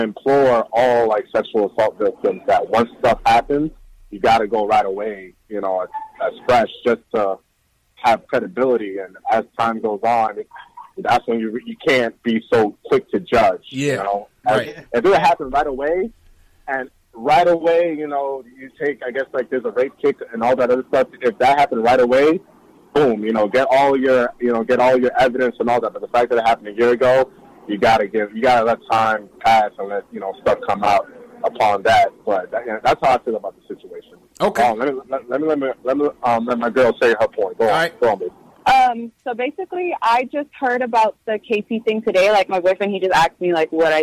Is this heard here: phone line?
yes